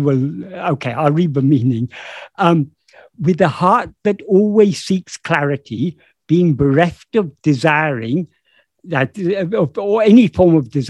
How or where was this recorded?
video call